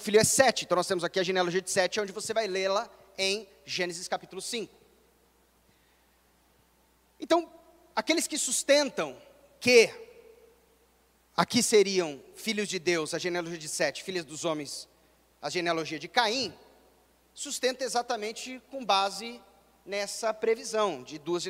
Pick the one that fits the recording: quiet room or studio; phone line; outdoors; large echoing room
large echoing room